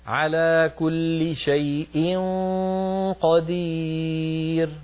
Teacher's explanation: فخم الغنة عند الإخفاء عند القاف